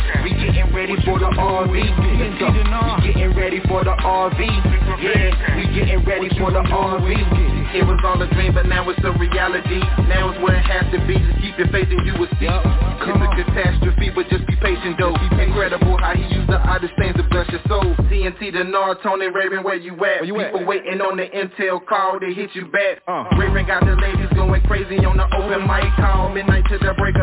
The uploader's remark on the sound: TNTSuperfantastic Conference Call